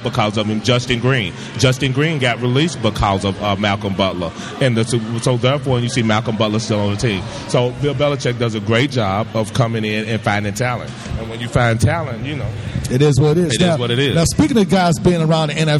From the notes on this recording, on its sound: SSA Grand Opening Live Remote. Broadcast live from the grand opening of …'s Super Student Athlete Life Center.